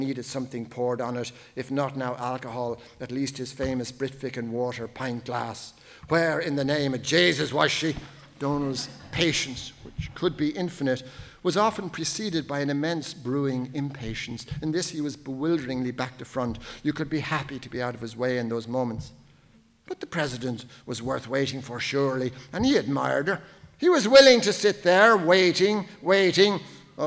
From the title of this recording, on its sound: Laureate For Irish Fiction Annual Lecture 2019